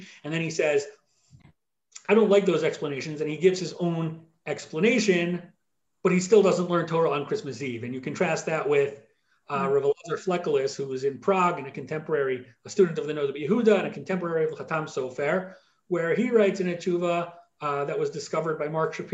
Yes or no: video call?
yes